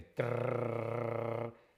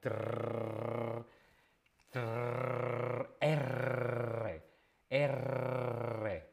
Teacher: Tenemos la lengua en los dientes y hace trrr. Simplemente es aire. La lengua vibra.